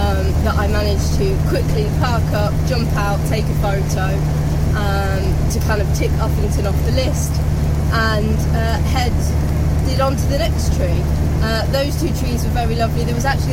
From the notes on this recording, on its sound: all recorded from my 1968 Morris Minor, Peggy